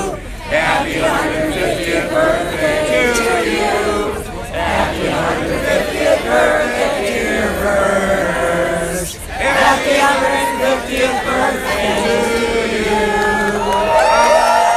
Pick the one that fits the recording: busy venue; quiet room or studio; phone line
busy venue